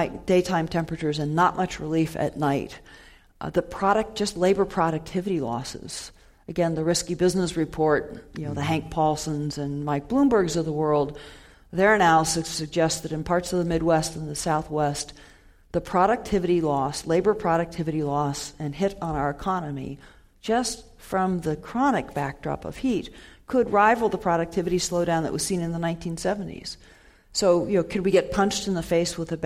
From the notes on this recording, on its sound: This program was recorded in front of a live audience at the Commonwealth Club of California on March 3, 2015.